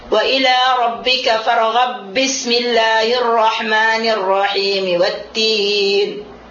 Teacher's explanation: Bagaimana kita menyambungnya dengan ba yang di bismillah? Di sini kita tidak boleh dikalkalahkan. Kita harus idghamkan ba ke ba.